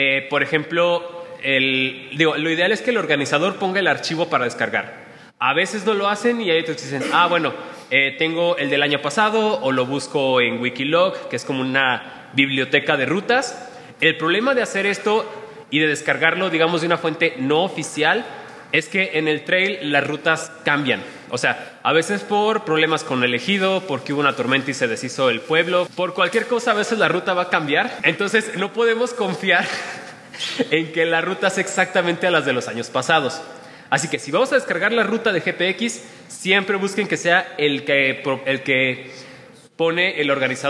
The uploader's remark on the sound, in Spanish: En esta plática grabada en vivo.